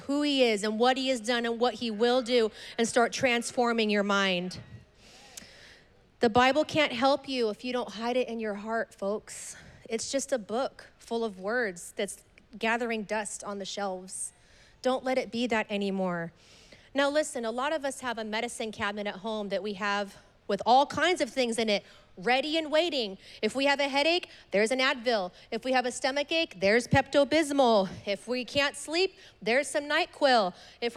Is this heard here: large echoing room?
yes